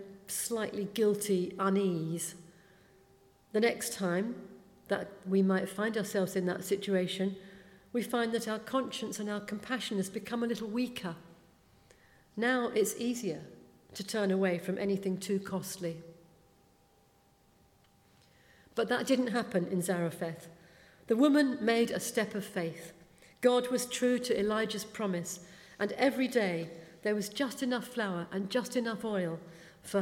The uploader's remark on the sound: speaking at the 9:30 service